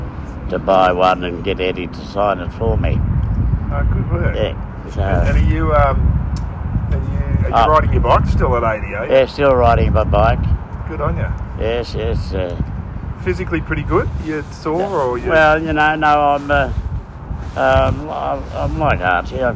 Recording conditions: phone or laptop microphone